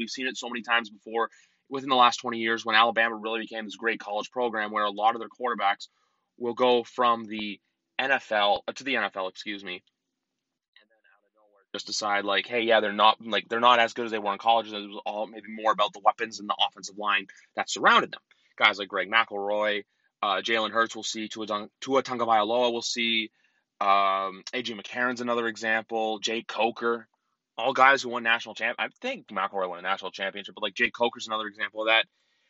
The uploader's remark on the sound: Quick Carcast episode